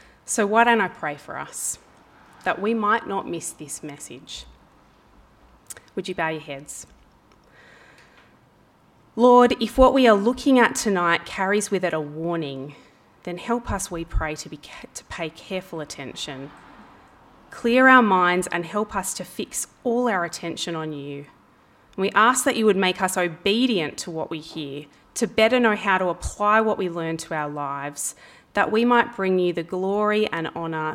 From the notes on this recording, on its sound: This talk was preached on 19/09/23 at Helensburgh and Stanwell Park Anglican Church.